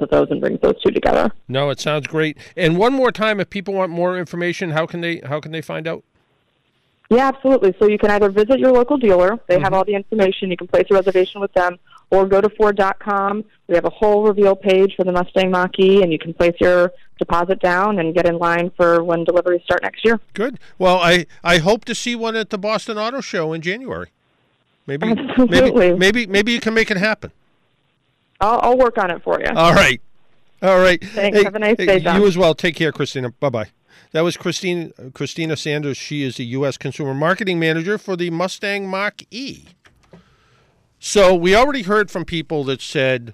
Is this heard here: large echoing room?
no